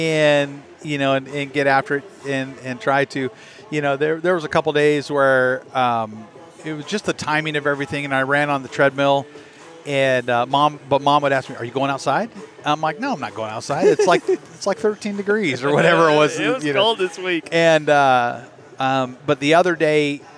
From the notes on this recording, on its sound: Live from the Good Life Halfsy expo.